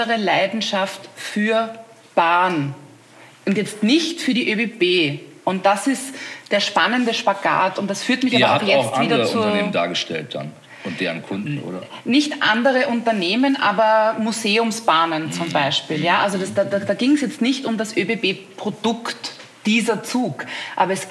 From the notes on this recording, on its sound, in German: in unserem Live-Podcast „Monsters of Content Marketing” live vom #KKongress in Berlin